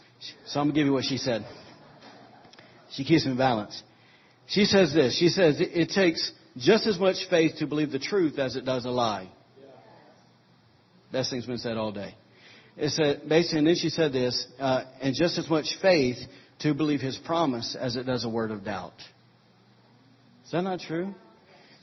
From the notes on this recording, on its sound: recorded on Sunday, July 16, 2017, during morning service at Celebration Life Family Church